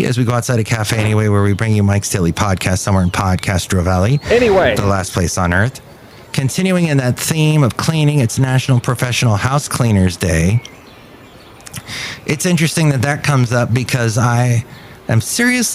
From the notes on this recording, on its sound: podcasts live from Café Anyway